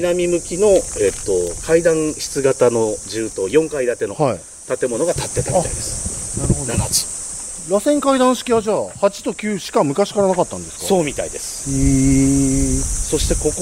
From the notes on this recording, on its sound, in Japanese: 久しぶりのロケ収録！北九州市の下到津団地にやってきました。